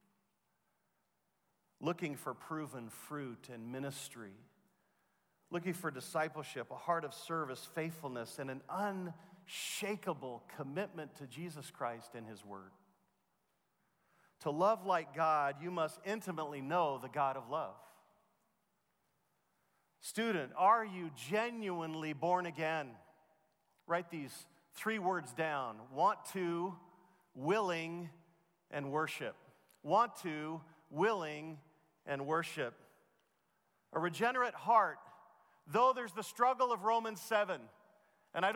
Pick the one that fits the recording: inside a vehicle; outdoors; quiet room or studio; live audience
live audience